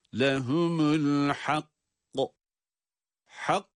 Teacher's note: Hak, ses bir kesiliyor nefesle birlikte. Sonra kaf, kalkale sesi, tabi kaf harfinin sesi patlatılarak kalkale ile okunuyor.